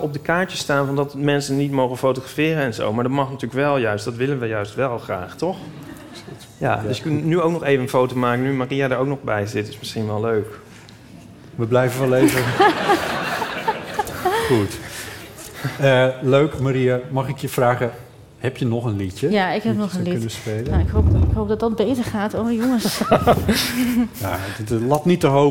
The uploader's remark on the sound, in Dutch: Live vanaf het podium van De Kleine Komedie in Amsterdam